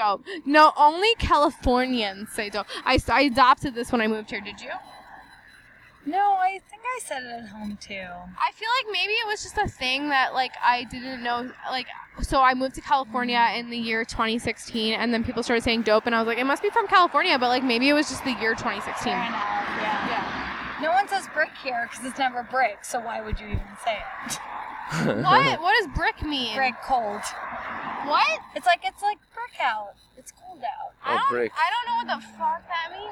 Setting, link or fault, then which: setting, outdoors